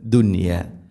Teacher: ദുനിയ എന്നത് ഒറ്റ പദത്തിലാണ് നൂനും യാ ഉള്ളത്, അതുകൊണ്ട് അവിടെ ഇദ്ഹാറാണ് ചെയ്യുക. വെളിവാക്കി ഉച്ചരിക്കണം, മണിക്കരുത്.